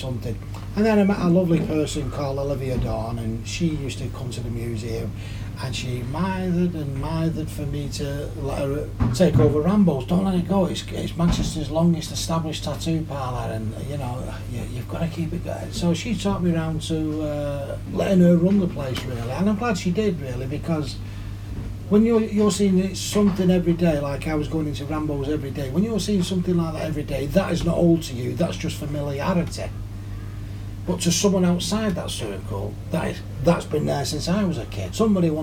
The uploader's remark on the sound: This time I ended up in Manchester. Recorded in the pub he owns next door. I apologize for the quality of the audio but this as well is the beauty of being on the road, sometimes you end recording in an English pub.